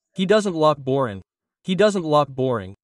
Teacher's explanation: He doesn't becomes he doesn't. The D is a soft R. The T is not pronounced.